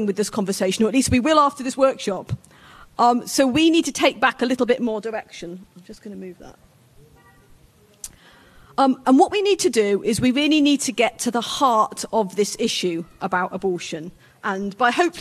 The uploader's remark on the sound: This talk was given at New Dawn 2023, a conference held annually at the Catholic National Shrine of Our Lady of Walsingham.